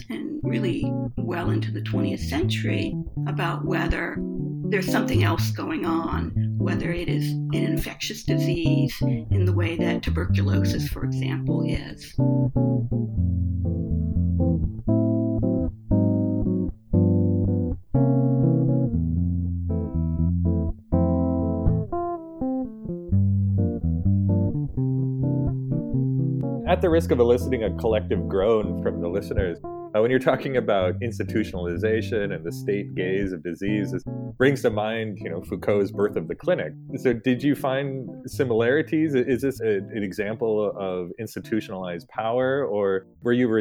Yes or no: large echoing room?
no